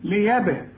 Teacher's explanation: زي ما تكون معاك كرسي كده وبتزقه كده بتقلقله من مكانه، وهنا هو هنقول ليبه، يعني بقفل شفايفي وبفتحها على طول هتيجي القلقلة